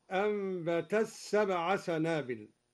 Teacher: أدغم الدوري التاء في السين